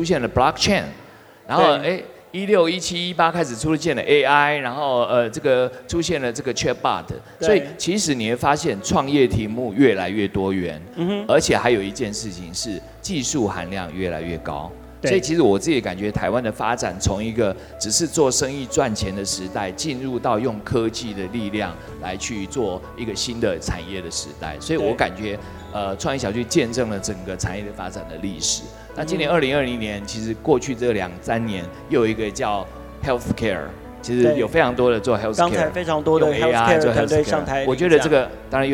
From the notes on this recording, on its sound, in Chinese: 創業新聲帶首度嘗試活動現場即時收音LIVE錄製！並舉辦大型Demo Show，邀請20位創投組成最豪華陣容的評審團。